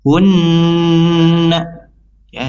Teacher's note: ada idgham ya, musyaddadah, jadi sempurna hunna ya, dibaca dengung 2 sampai 3 harokat